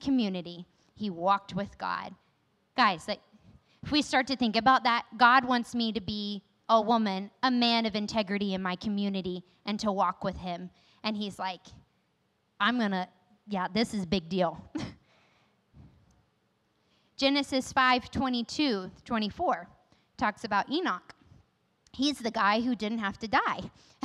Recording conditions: large echoing room